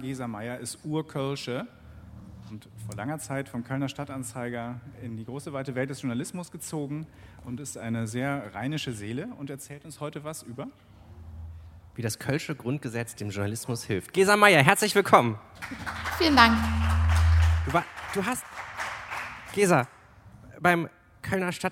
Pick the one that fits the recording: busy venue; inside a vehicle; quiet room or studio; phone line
busy venue